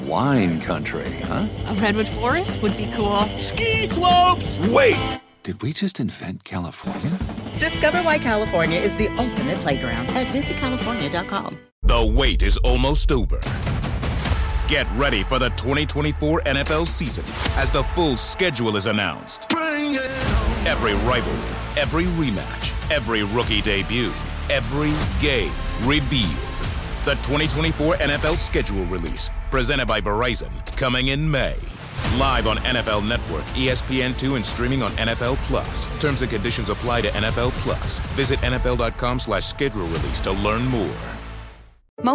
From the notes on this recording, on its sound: they opened the phone lines